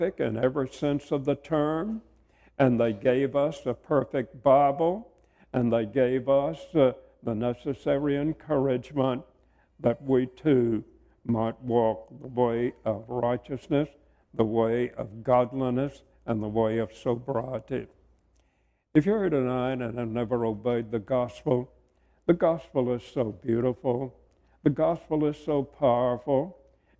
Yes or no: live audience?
yes